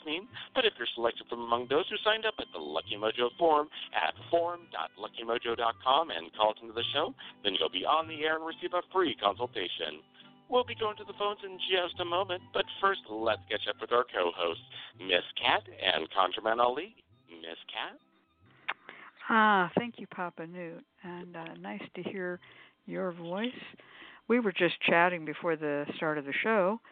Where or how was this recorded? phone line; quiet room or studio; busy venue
phone line